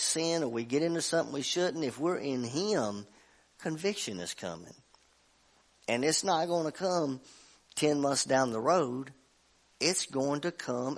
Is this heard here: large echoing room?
yes